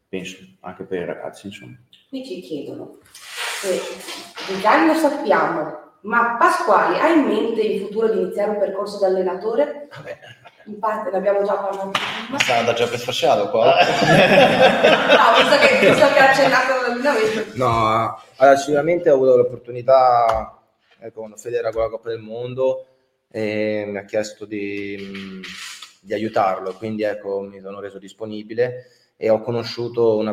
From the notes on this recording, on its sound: Live in Ghirada.